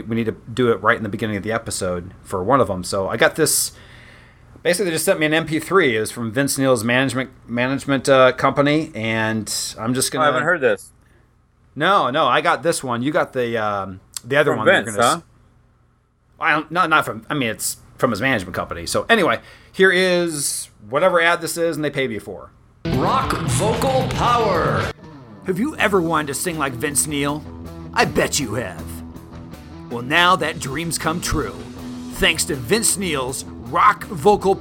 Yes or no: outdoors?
no